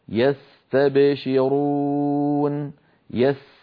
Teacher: وأطول هذه الثلاثة هو حرف السين يستبشرون يس. ألاحظتم امتداد الصوت في حرف السين؟